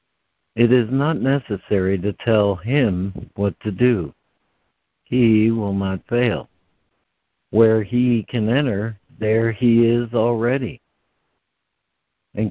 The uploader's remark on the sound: ACIM Daily Conference Call